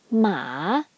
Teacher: that's low falling rising. So you go down first and then go up. · Term: third tone